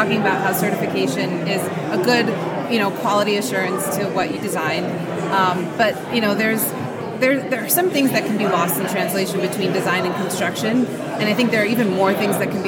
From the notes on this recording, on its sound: recorded at the Passive House Network Conference